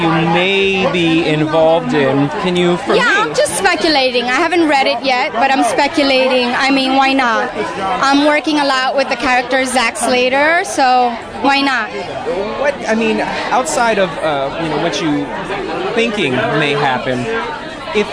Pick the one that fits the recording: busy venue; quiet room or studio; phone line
busy venue